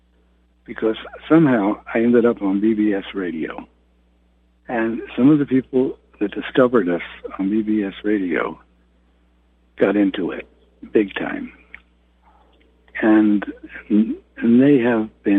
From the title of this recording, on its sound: Conference Call LIVE, August 15, 2022